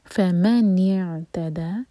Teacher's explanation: اس کے بعد فمن اعتدى، ورڈ ہے ف اور پھر من، تو میم پر زور دیں. فمن اعتدى، نون کے نیچے کسرہ واضح، یہاں پر اے آواز نہ آئے، ای آنی چاہیے، نی ناٹ نے.